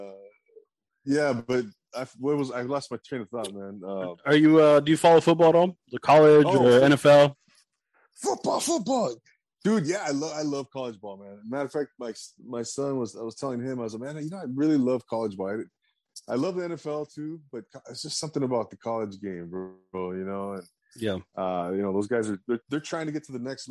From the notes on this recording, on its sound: Drops in on a zoom chat.